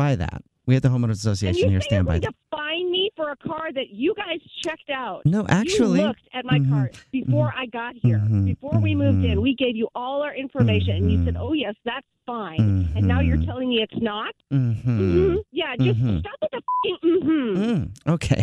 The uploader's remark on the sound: in this Phone Prank!